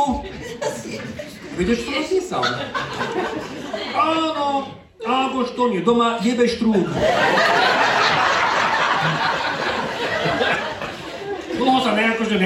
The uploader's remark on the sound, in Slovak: LIVE Špeciál. Špeciálna epizóda z LIVE vystúpenia.